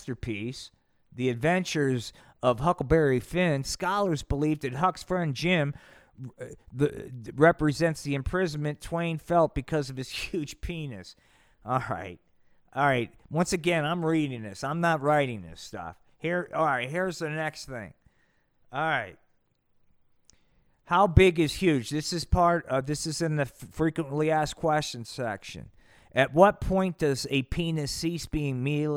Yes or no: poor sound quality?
no